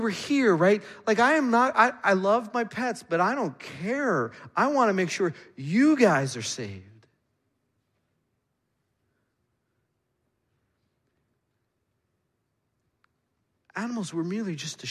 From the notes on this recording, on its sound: Midland Evangelical Free Church Sermon Audio